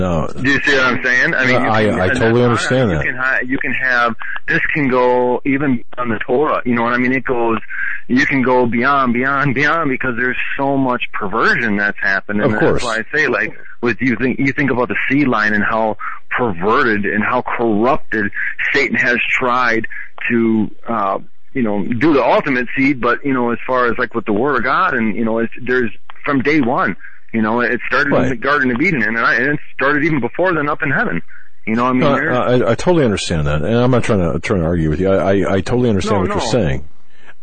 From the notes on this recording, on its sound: Open Phone Lines